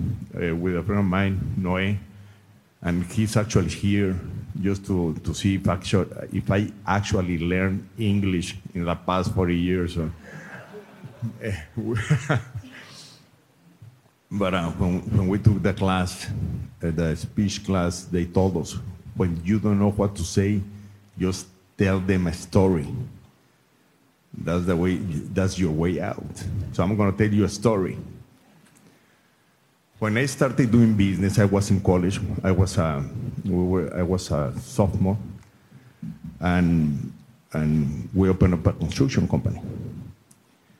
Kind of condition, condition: setting, busy venue